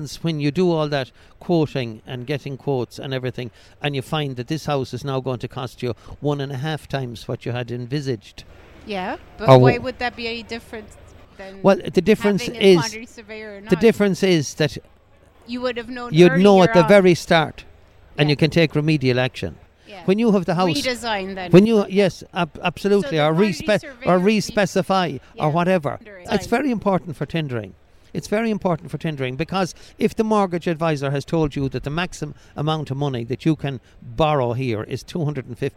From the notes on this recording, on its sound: We caught up with him at Selfbuild Live Belfast